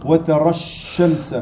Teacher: Le lem, il est muet.